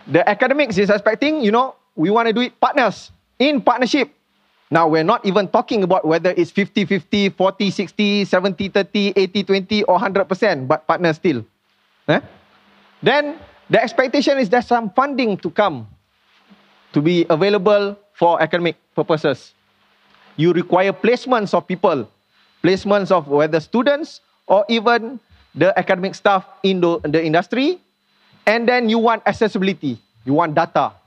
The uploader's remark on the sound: LIVE KEYNOTE. This podcast is recorded during the Symposium on Academia Industry Collaboration organised by SMRI UiTM, MARii and KPM on 24 Sept 2019, in Shah Alam.